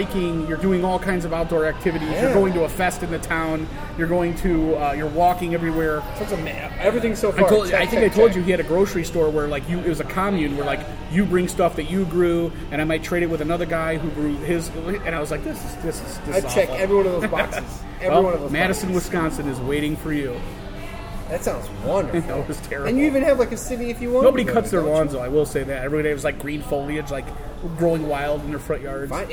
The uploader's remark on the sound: This episode was recorded on Thursday, August 17th, 2017 at #RegionAle in Schererville, Indiana.